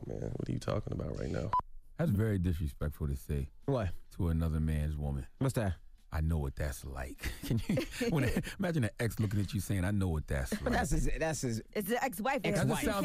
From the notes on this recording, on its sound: we opened up the phone lines